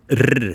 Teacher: Nordvestlandet så sier de rr med at tungespissen vibrerer